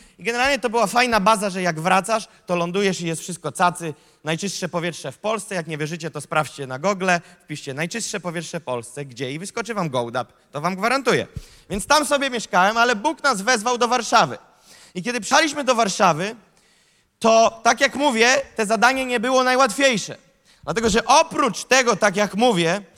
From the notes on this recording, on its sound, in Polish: Nauczanie zostało nagrane podczas Sesji 4 konferencji „Czas Poruszenia vol.3 | Warszawa”.